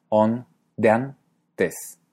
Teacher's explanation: yo pronunciamos la E y la A como un diptongo, ea.